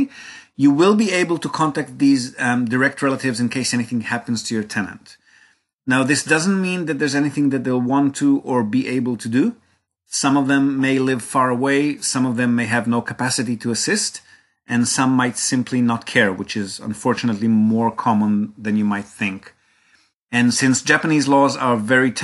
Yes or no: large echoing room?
no